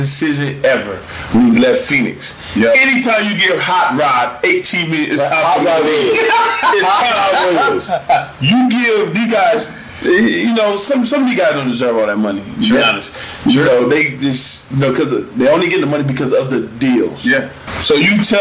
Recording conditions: poor sound quality